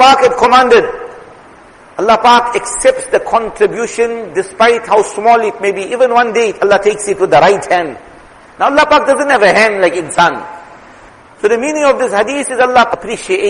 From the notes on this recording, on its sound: Jumuah lecture